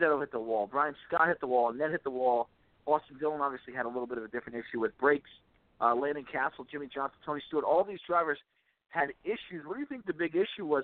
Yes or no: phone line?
yes